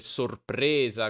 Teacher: In italiano almeno standard sarebbe sorpresa con una E chiusa.